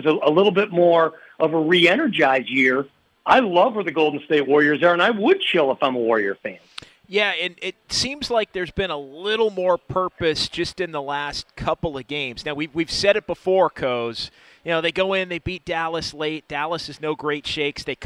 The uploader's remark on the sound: live at Freidmans